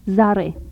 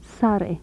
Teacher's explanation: Alveolar fricatives, voiced and voiceless